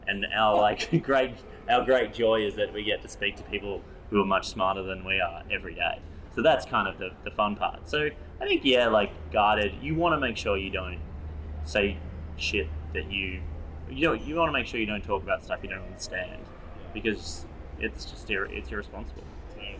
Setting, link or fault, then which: fault, sounds in the background